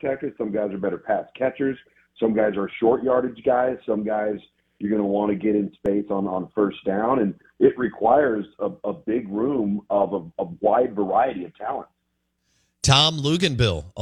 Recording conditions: phone line